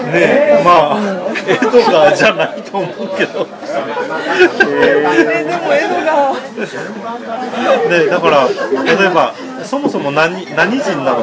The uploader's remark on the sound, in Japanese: 居酒屋収録の模様から蔵出しでお届け。